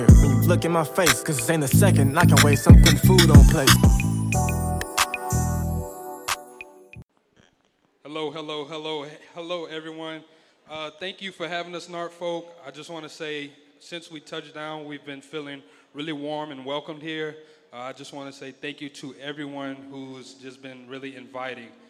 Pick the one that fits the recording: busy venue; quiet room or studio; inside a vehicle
busy venue